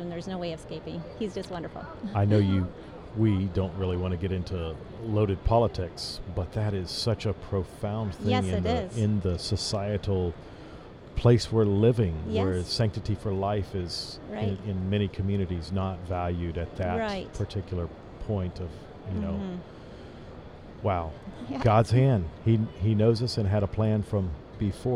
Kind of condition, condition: setting, busy venue